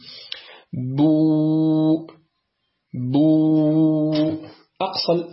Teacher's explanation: في الواو هناك ارتفاع لأقصى اللسان مع انضمام الشفتين